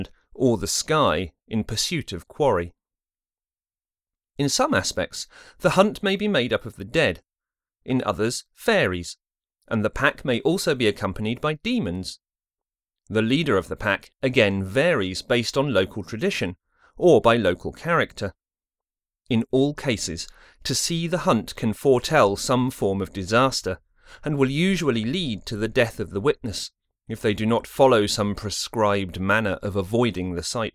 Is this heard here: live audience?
no